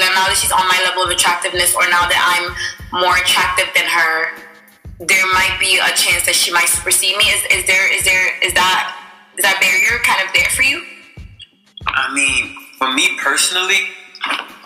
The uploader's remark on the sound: bare with us on the audio as we were practicing social distancing